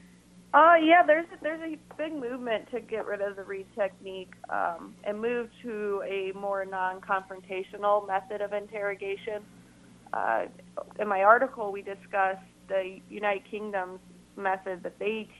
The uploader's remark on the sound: IowaWatch talks on KXIC radio. In studio. By phone.